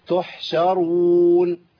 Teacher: تحشرون الراء مفخمة لكن كله مرقق قبلها وبعديها